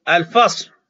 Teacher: الفصم بالفاء، الفاء الذي هو حرف رخو